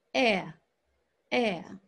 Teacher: we're adding the schwa at the end of the sound. So it goes from eh to eh, eh.